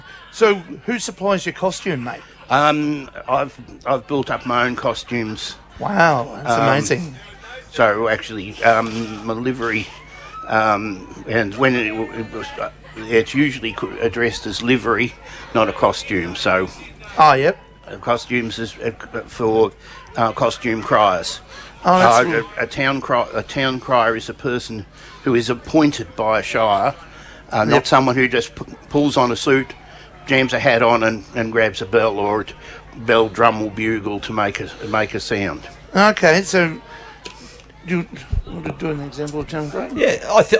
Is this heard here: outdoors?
yes